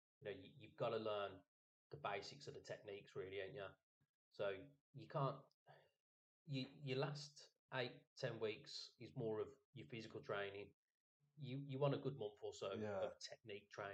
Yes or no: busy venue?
no